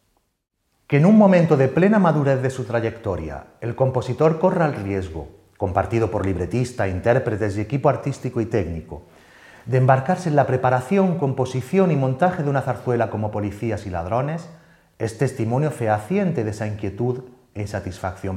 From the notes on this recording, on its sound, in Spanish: La conferencia fue grabada en el Teatro de la Zarzuela en noviembre de 2022.